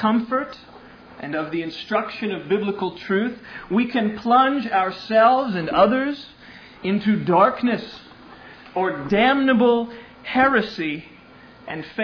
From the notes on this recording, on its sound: Originally delivered on 27 August 2000 at Sovereign Grace Baptist Church in Van Alstyne, TX.